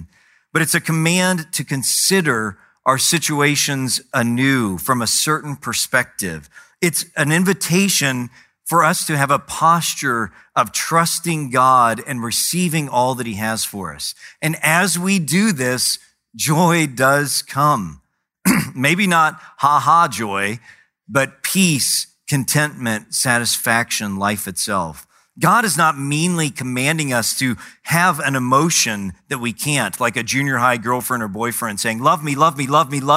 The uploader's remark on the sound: preached in June 2017 at Sojourn East